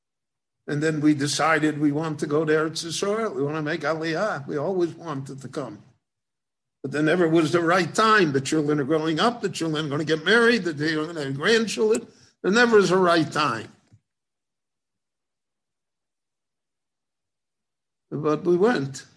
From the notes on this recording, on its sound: Book Launch. This lecture was given in Jerusalem.